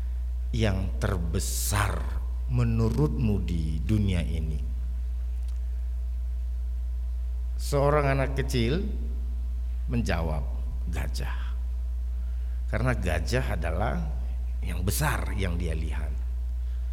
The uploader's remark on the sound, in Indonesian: RSK 98.6 FM. Rekaman ibadah Minggu pagi.